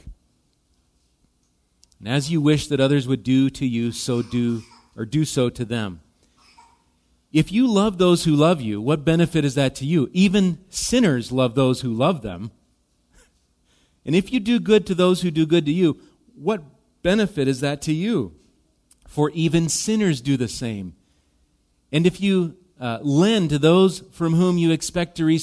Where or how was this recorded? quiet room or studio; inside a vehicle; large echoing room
large echoing room